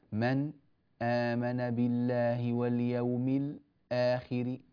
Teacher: أستعد للهمزة بسكتة يسيرة قبلها على الحرف الساكن الذي قبلها، فبدل من أن أقول من آمن بالله واليوم الآخر أقول من آمن بالله واليوم الآخر، هكذا. · Term: يسكت